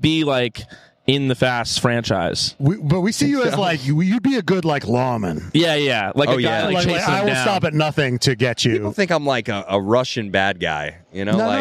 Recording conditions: busy venue